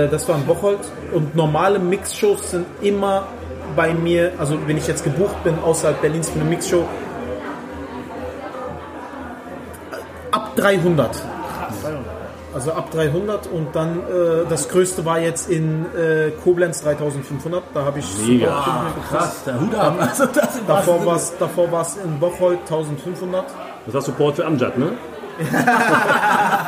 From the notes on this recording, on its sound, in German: Backstage Talk. Kurze und spontane Aufnahme mit dem Berliner Comedian. Am späten Samstagabend nach der Mixed Comedy Show in der Latüchte in Epe. Während die Gäste den Abend gemütlich ausklingen lassen läuft im Backstage Bereich das Aufnahmegerät.